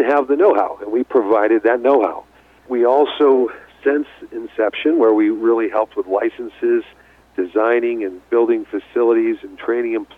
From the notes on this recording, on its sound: called in to SmallCapVoice.